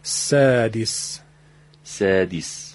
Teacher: میبینیم که این سین الان کم حجمه